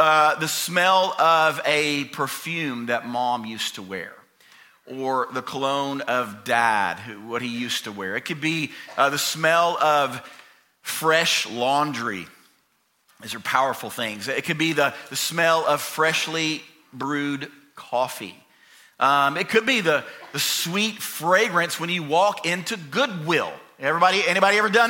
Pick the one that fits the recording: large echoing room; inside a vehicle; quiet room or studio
large echoing room